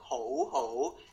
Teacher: 好好 is an uprising, high rising tone. 好好 everything is going up.